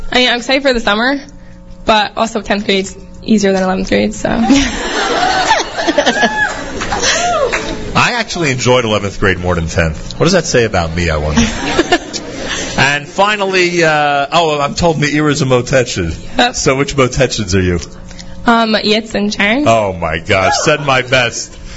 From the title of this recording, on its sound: Live at the Bruriah H.S. 50th Anniversary Celebration Kickoff